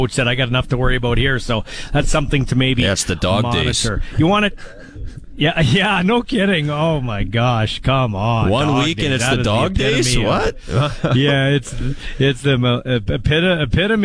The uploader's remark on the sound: LIVE in Saskatoon for #Riders Training Camp.